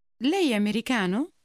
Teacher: Did you hear how lei è combines in front of americano to lei è?